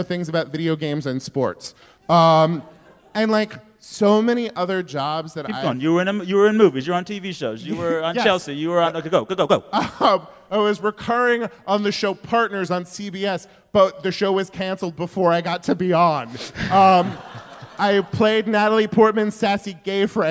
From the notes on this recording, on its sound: At the Crawford Family Forum at KPCC in Pasadena, Calif. Takes questions from the audience.